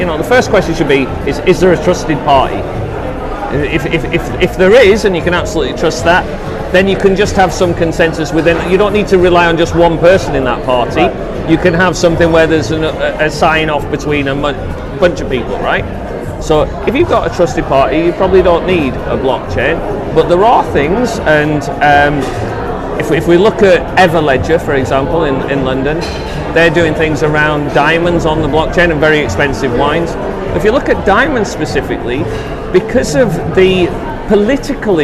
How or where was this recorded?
busy venue